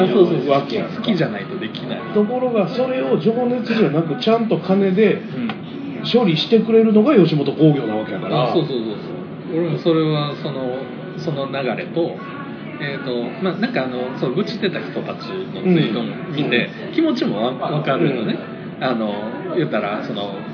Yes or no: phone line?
no